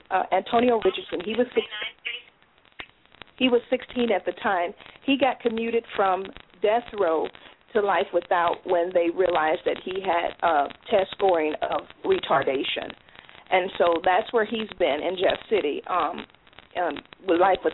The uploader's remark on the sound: Members call